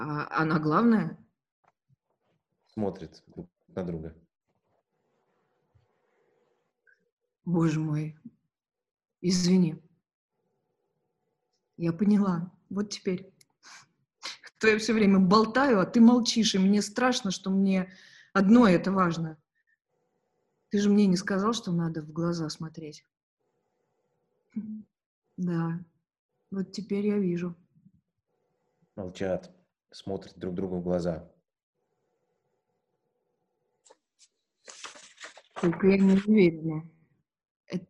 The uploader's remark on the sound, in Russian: Читка состоялась в формате zoomconference 4 и 6 мая 2020 года. Запись онлайн читки пьесы. Читка состоялась в формате zoomconference 4 и 6 мая 2020 года.